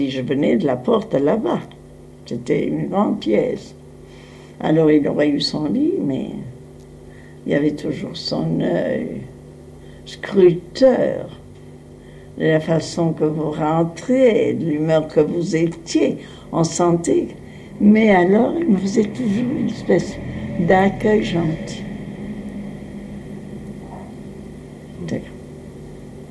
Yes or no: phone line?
no